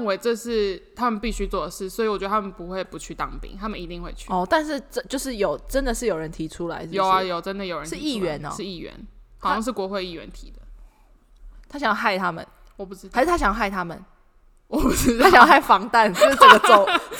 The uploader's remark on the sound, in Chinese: 我們換了一個大空間錄音導致收音狀況會有較大回音，敬請見諒